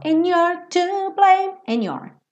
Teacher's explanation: ele comeu o D, ficou and you're to blame